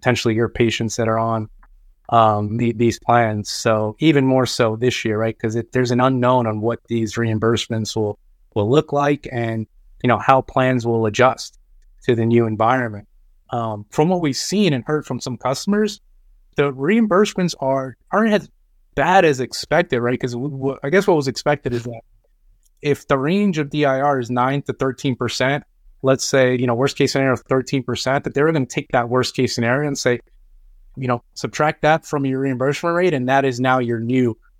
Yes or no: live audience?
no